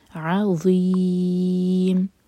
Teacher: ضا کے لیے آپ کی زبان اوپر والے دانت کو ٹچ کرے گی اور منہ بھر کر پڑھا جائے گا عظیم. یہاں پر زا کی آواز بالکل نہ آئے.